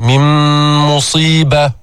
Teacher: هون إدغام كامل، أدغمنا النون في الميم، من مصيبة، غنة تشديد، غنة مقدار حركتين، من مصيبة إلا، ما اسم هذا الحكم؟